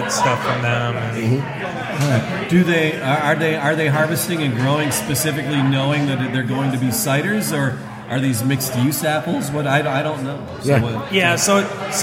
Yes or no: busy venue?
yes